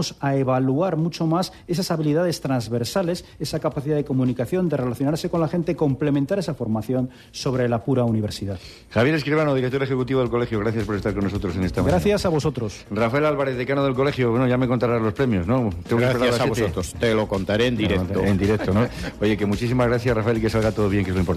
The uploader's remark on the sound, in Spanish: Emitido por la SER desde el Centro Cultural Miguel Delibes. En una gala que llenará el Auditorio del Centro Cultural Miguel Delibes.